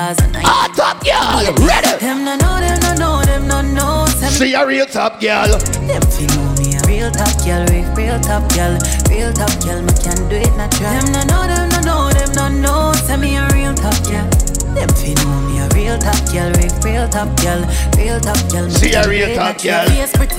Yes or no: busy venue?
yes